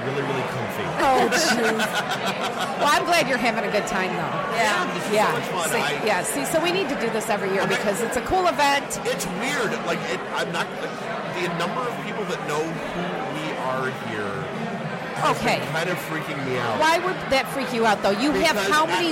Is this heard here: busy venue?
yes